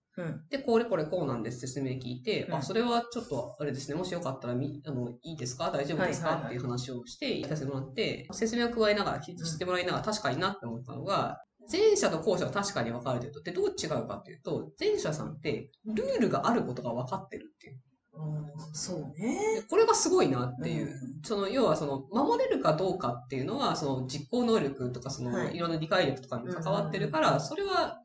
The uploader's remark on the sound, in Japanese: 今月音質が非常に悪いです！すみません！